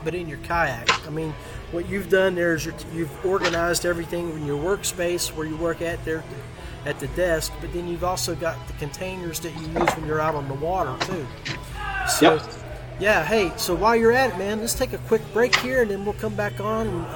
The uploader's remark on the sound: LIVE from the The Tractor Bar. Live and Unfiltered... LIVE from the The Tractor Bar.